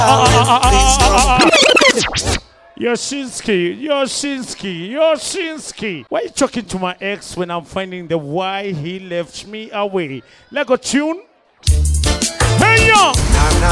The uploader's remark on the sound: Live at Blend Nairobi